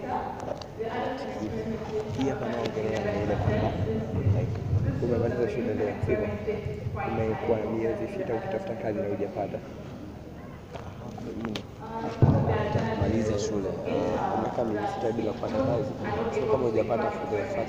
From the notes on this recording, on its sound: Actuarial career day UDSM. Sorry for the audio quality and noise, it isn't that good.